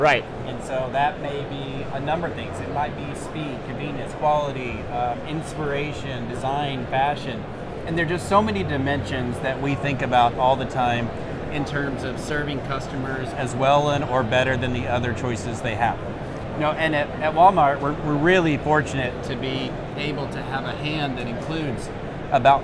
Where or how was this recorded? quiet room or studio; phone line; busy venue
busy venue